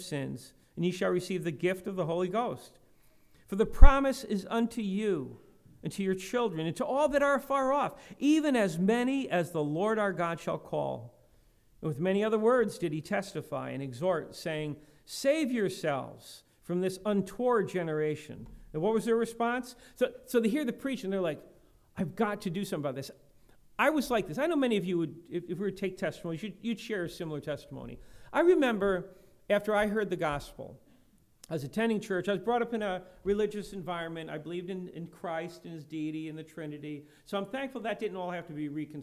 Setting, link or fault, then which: setting, large echoing room